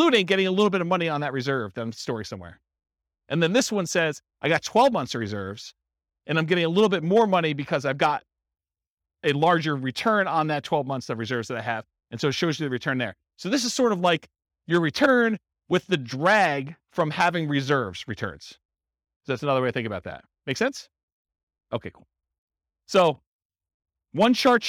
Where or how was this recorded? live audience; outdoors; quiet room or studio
live audience